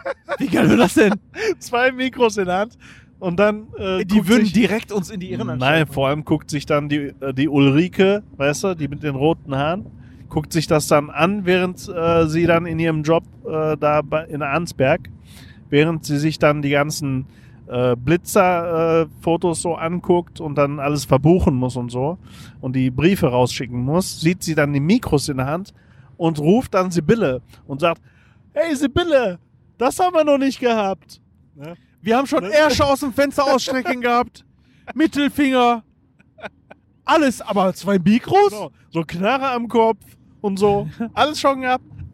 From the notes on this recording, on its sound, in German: Aufnahme auf der Autobahn.